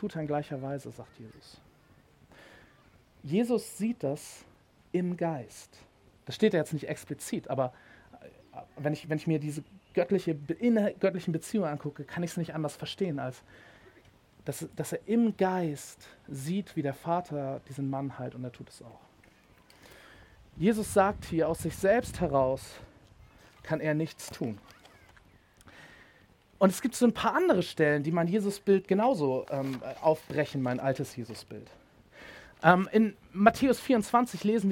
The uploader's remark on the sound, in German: Predigt im Rahmen des GreifBar+ Gottesdienstes